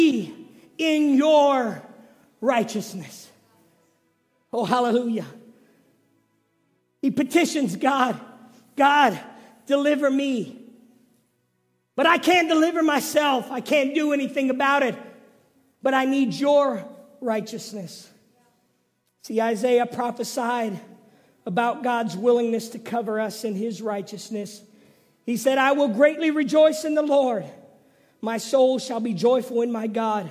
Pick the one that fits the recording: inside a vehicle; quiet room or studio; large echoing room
large echoing room